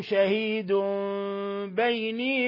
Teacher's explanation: شهيد بيني، حكم التجويد إقلاب، تنوين ضم جاء بعده الباء، فقلبنا التنوين اللي هو نون ساكنة ميما مخفى